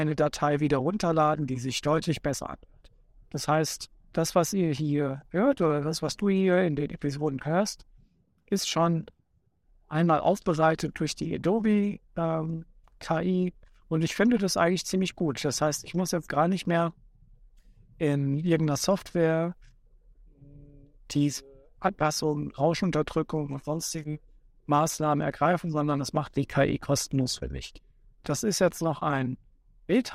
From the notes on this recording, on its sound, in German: Er befindet sich gerade im Auto, was zu einigen Hintergrundgeräuschen führt, und nutzt die Zeit zwischen Arbeit und Zuhause, um diese kurze Episode aufzunehmen.